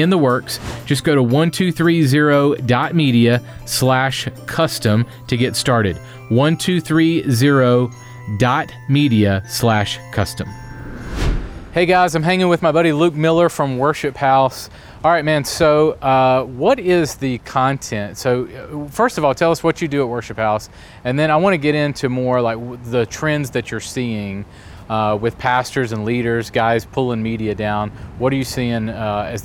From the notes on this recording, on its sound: This is our second week of podcast episodes from SALT Conference 2021. You’ll hear interviews with folks who are here at SALT with us.